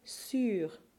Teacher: There's only one word in this text where the letter U stands alone in a syllable, the word sur. When the U stands by itself, it's the phonetic lowercase y mixed vowel